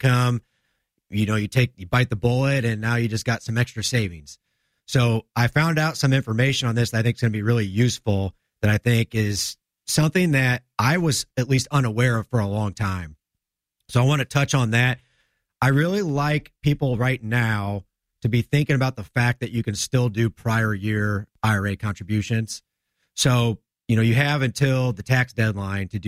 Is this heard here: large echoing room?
no